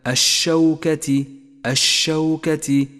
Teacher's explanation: ولاحظ أن اللام هنا لام شمسية تكتب ولا تلفظ